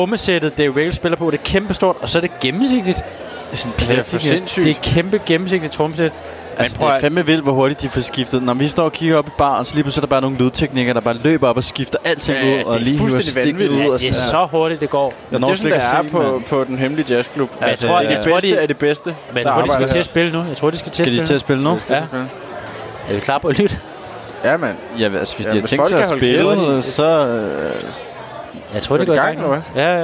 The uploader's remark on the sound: Live fra den hemmelige jazzklub